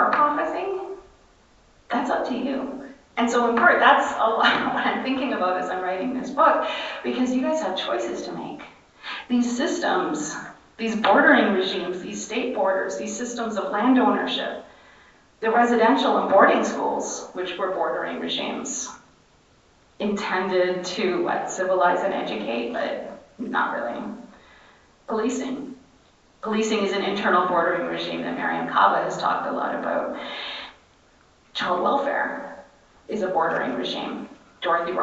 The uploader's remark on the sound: Session recorded at Socialism 2022.